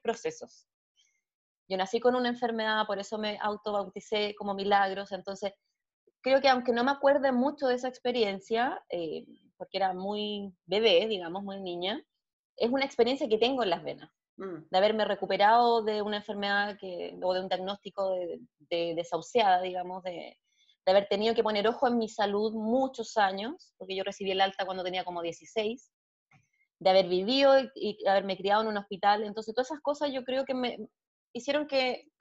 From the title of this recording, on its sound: Zoom Session 01